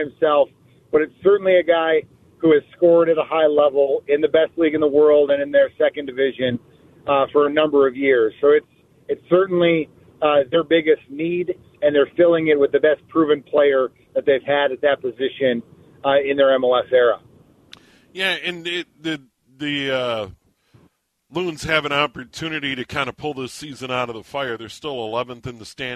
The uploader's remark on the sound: Opens up the phone lines to let listeners vent their frustrations.